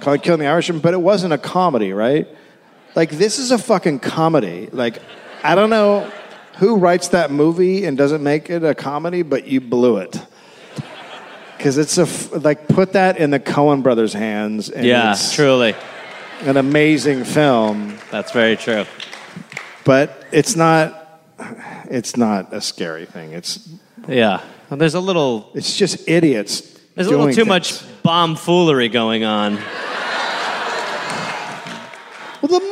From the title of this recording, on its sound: Live in Cleveland